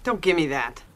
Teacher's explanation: T seguido después de una N no vamos a pronunciar. T sorda acá.